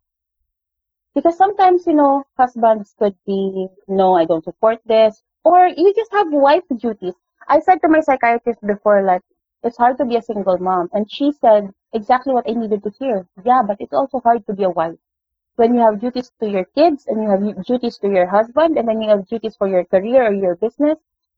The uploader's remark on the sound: The audio of this interview isn't the best